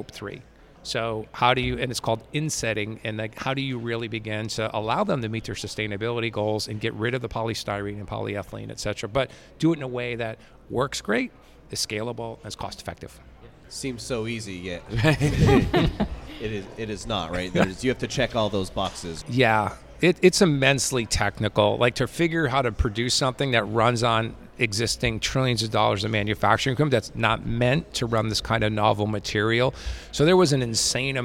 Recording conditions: busy venue